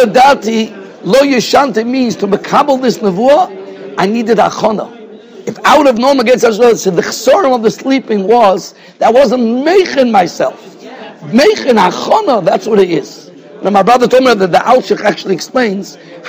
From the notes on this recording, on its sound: Shiur recorded in Yeshivas Ohr Reuven, Monsey, NY.